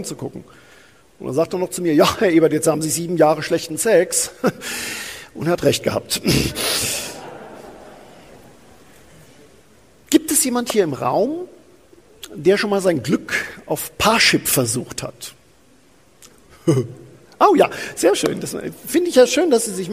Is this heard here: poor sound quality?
no